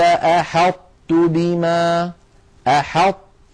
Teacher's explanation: يكون بإطباق اللسان، بأن يقرع اللسان مخرج الطاء من غير قلقلة، يقرع اللسان مخرج الطاء من غير قلقلة، ثم لما يفتح لا يفتح على طاء بل يفتح على تاء · Term: صفة الإطباق